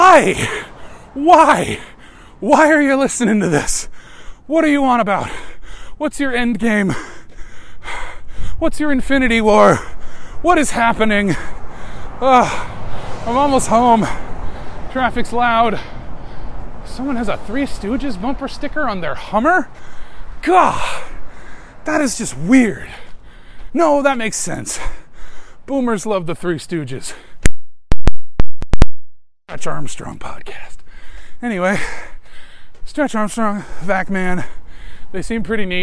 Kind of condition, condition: setting, inside a vehicle